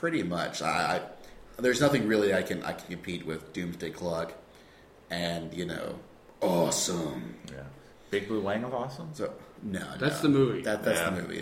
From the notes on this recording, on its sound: Deep within the underground (and also echo-y) OSMbunker